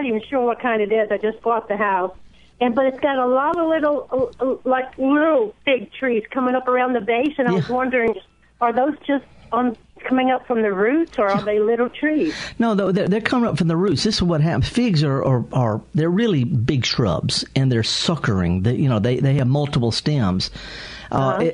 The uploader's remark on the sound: live in the studio taking your calls